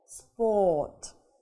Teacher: И буква O будет читаться как долгий звук O.